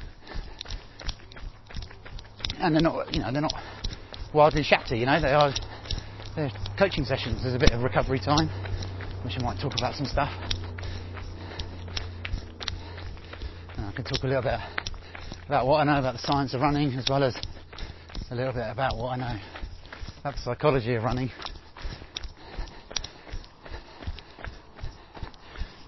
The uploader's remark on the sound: I recorded some ramblings about my own journey in running and coaching which translates as 55 mins of easy running through Epping Forest on a beautiful early summer evening, chatting to myself, getting a little lost off trail but bumping into some deer as a result.